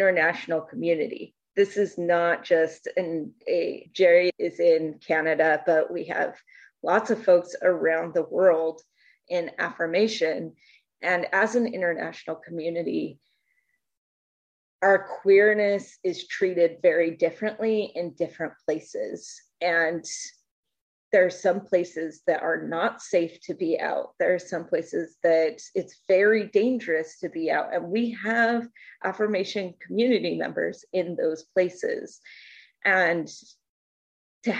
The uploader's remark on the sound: Our first ever LIVE episode while participating in the Affirmation Connections Virtual Summit. We were able to have our first ever LIVE episode while participating in the Affirmation Connections Virtual Summit.